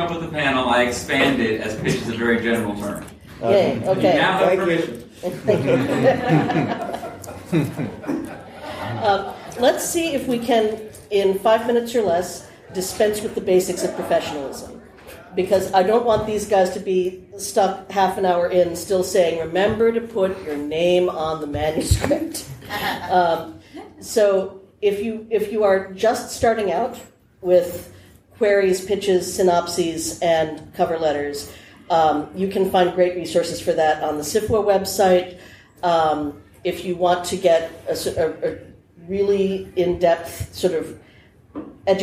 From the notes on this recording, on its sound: this episode's IS a panel from Balticon 2018